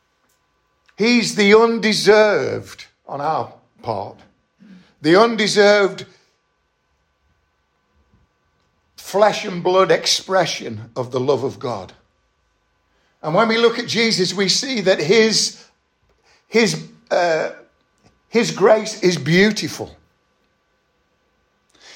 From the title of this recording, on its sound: Estuary Elim Church Ashingdon Evening Service